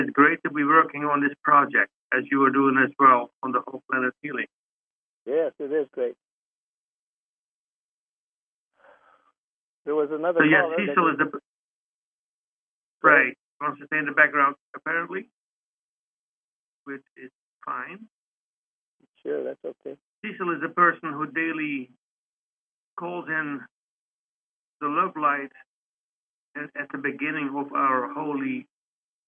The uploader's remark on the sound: Conference Call LIVE, November 8, 2021